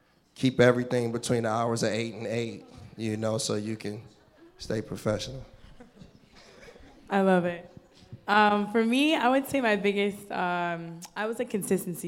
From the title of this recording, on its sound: Live Panel